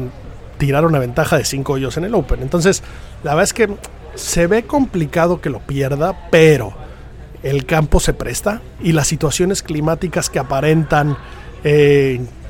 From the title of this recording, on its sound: Live From The Open 151 st Dia 3